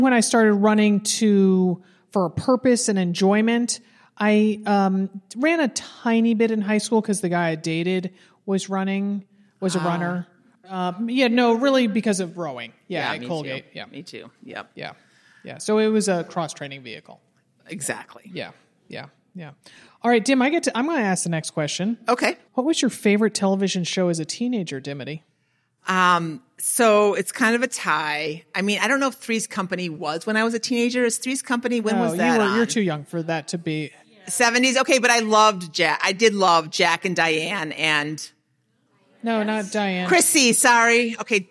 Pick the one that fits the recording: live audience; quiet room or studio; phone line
live audience